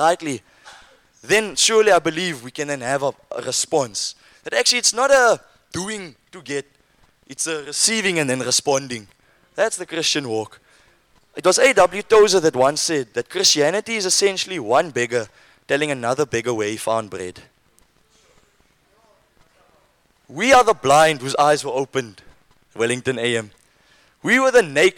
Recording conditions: live audience